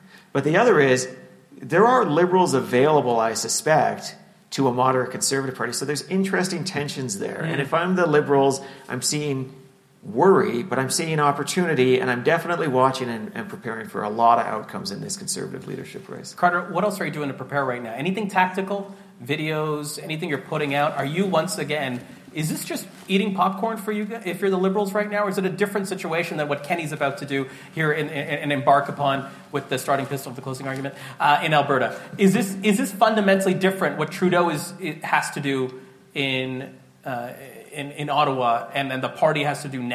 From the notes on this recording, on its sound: Live show recorded in Calgary, Alberta.